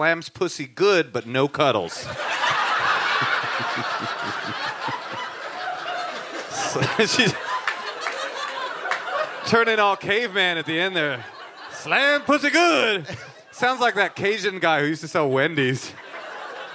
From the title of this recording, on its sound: Live from Portland